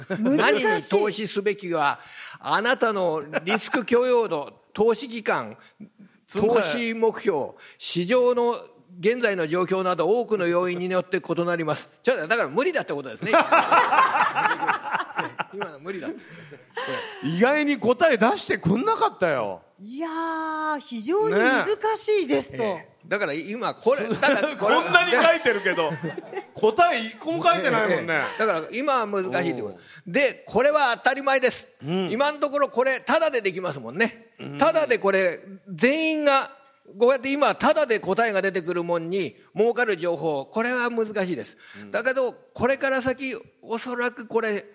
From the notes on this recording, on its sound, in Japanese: マネーに関心のある小学生と親御さんが参加した公開収録。